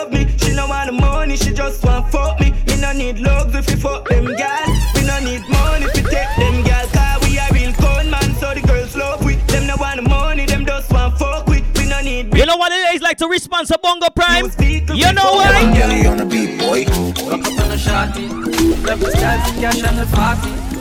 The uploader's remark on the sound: LIVE AUDIO FROM #CLUBEMOTIONS